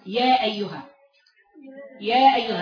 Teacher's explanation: الألف المادية تخرج بالتصاعد، صوتها كأنك طالعة سلم فوق فوق فوق